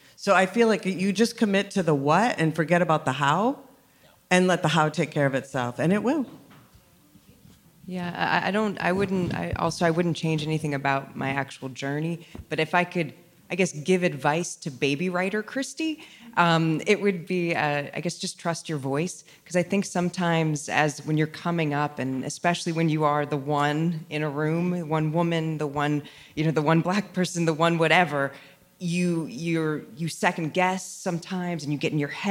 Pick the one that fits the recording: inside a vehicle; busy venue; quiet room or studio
busy venue